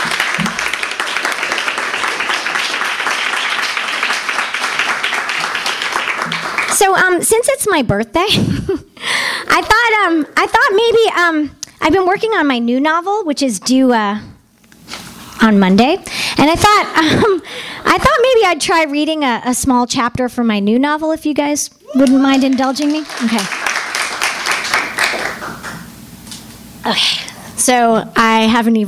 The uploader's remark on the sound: THIS EVENT WAS RECORDED LIVE AT SKYLIGHT BOOKS OCTOBER 25M 2011.